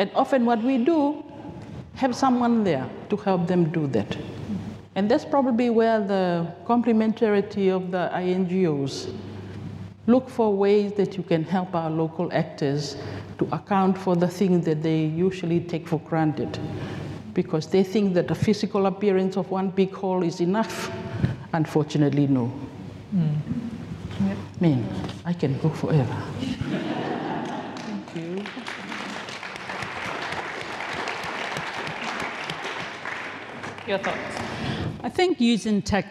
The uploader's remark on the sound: This episode was recorded live on Day 2 of CID Conference 2023, on 21 September at Pipitea Marae Wellington.